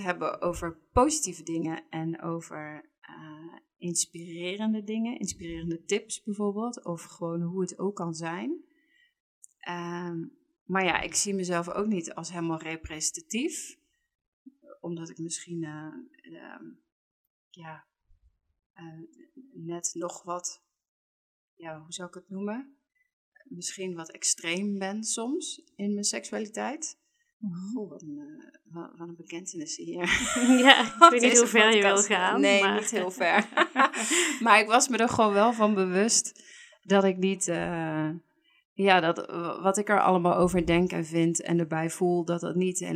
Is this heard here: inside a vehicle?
no